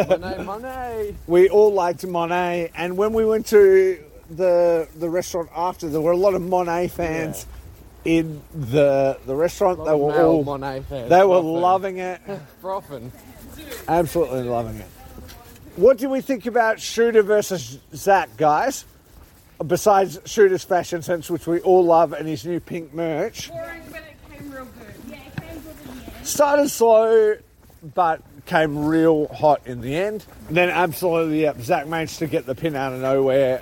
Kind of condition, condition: setting, outdoors